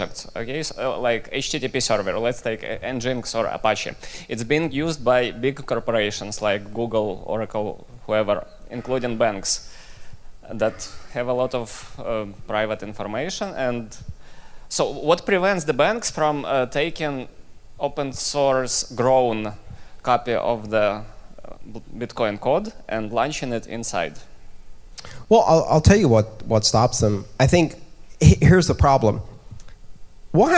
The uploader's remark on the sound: Devcore talk. Members of the audience at Devcore.